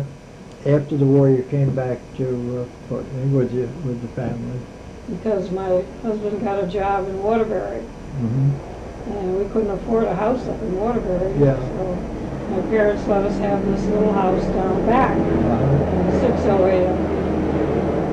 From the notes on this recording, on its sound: The recording is hard to hear